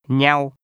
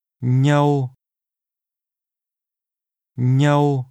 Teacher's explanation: The part that means one another is pronounced with a mid-level tone.